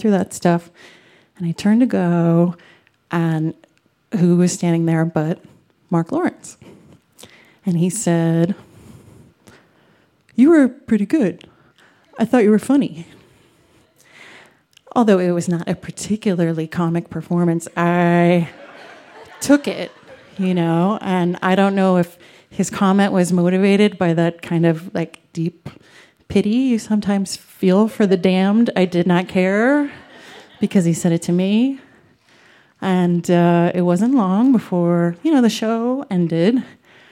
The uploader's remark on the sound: recorded live on 19 July 2017 at Buntport Theater in Denver, Colorado